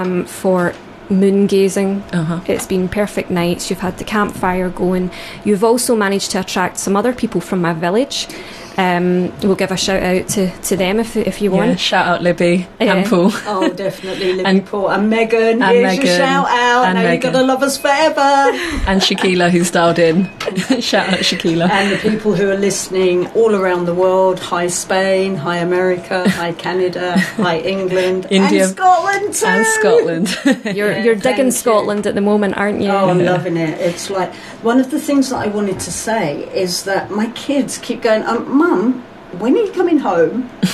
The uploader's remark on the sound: Podcast version of a Live Radio Show (songs & adverts omitted). Please note this is recorded in a busy drop-in Community Radio station.